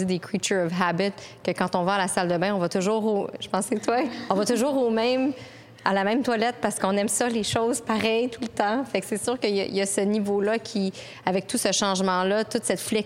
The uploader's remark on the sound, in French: Le Technopôle Angus a accueilli des dirigeants visionnaires de la communauté d’affaires montréalaise lors d'une rencontre sur le thème. Sous forme de mini-conférence informelle et chaleureuse, cette soirée fut l'occasion de réfléchir l’entreprise de demain.